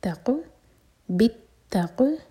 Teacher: تا پر شداد و تا سٹرانگ اور قاف ساکن پر قلقلہ